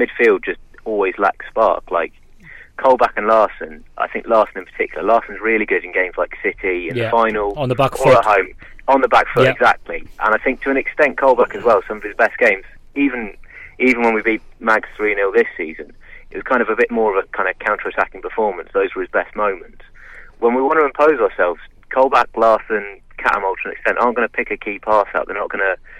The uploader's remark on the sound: Joining us in the studio. On the phone.